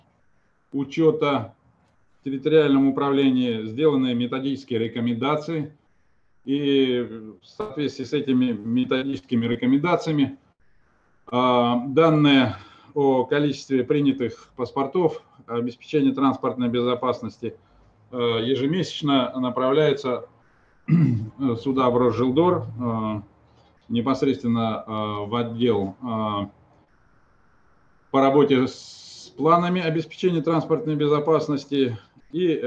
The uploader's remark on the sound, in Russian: Круглый стол в онлайн-формате